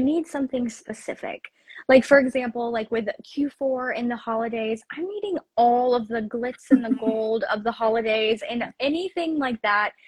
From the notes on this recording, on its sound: re-airing an Instagram live